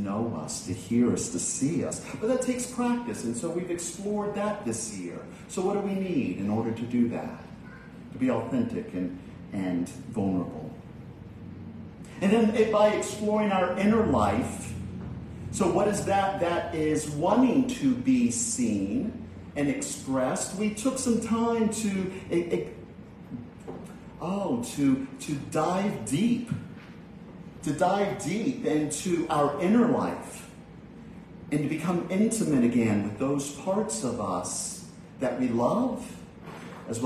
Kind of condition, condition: setting, large echoing room